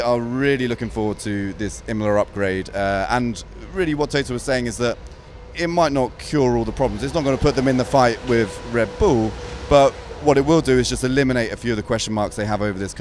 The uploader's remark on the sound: on location at the Miami Grand Prix